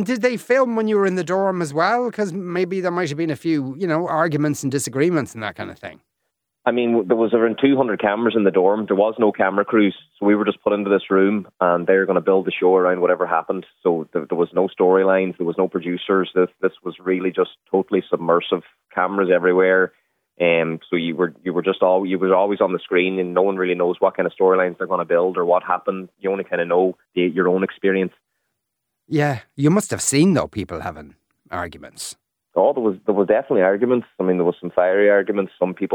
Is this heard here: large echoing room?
no